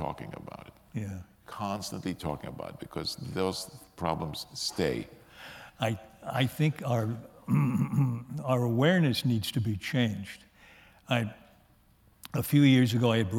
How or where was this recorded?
live audience